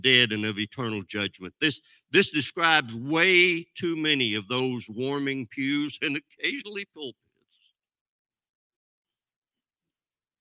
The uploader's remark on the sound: This sermon was recorded live on May 13th, 2022 at Newark United Pentecostal Church.